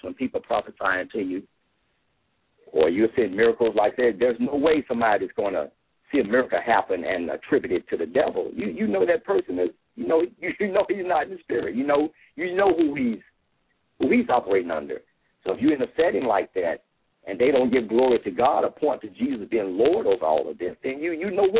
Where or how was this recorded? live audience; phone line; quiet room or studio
phone line